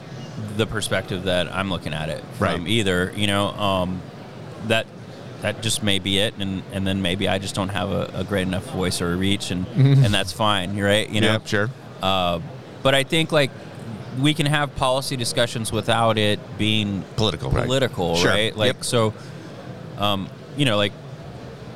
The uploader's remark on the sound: Recorded from the floor of the National Cyber Summit